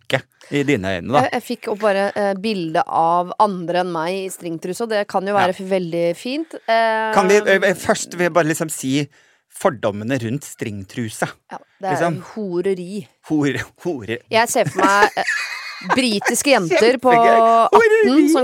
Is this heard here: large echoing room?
no